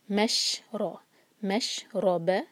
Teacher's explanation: اناسم مش، میم کو شین سے جوڑیں گے، آگے ہے را، را پر ہے فتحہ تو را ہمارا ہیوی ہوگا